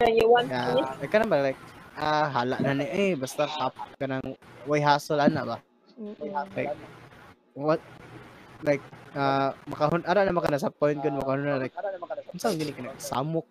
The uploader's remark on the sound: There is a technical problem and we are sorry for the echoes and feedbacks within the video.